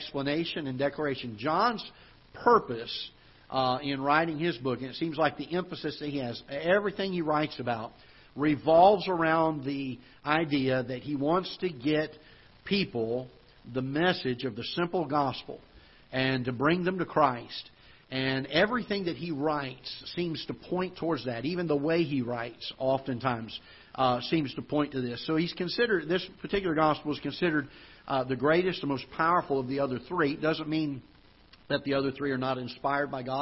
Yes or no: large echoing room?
yes